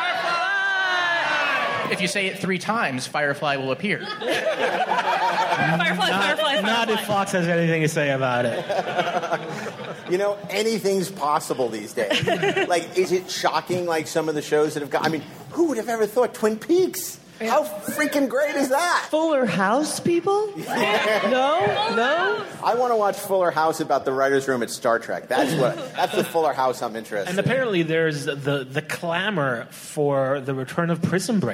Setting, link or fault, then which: setting, busy venue